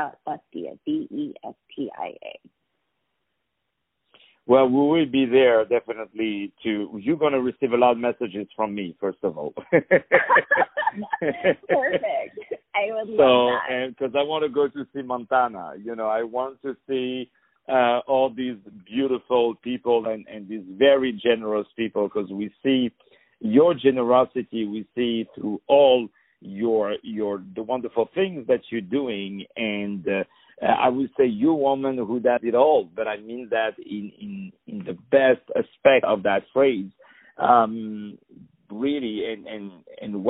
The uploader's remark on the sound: On the phone